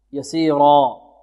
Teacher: الراء هنا مفخمة، لماذا؟ لأنها مفتوحة، يسيرا، والبعدها ألف بمقدار حركتين، وتمد بمقدار حركتين كالياء التي قبلها.